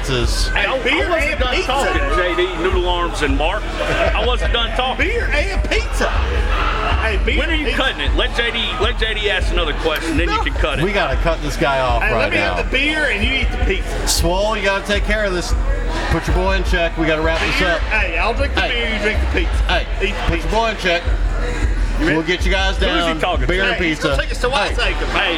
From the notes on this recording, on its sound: on location at Black Lodge